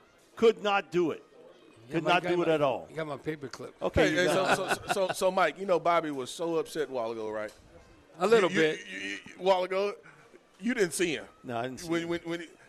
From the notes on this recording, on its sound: Broadcasting LIVE at Rouses in Covington.